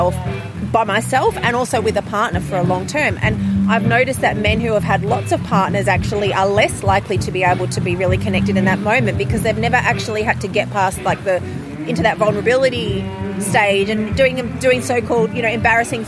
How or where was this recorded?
busy venue